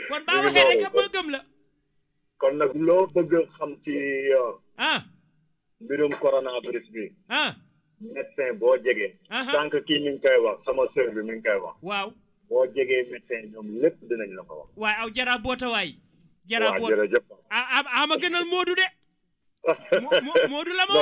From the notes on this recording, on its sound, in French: problèmes de réseaux téléphoniques